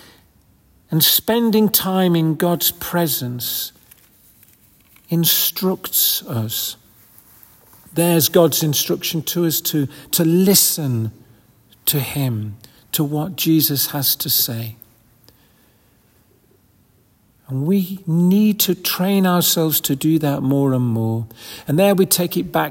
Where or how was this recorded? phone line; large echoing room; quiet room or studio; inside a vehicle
large echoing room